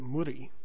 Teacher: Here in Queensland, the term Murray is used fairly often, and although us white fellas tend to pronounce it Murray, I have heard Indigenous people pronounce it Murri, rolling their R's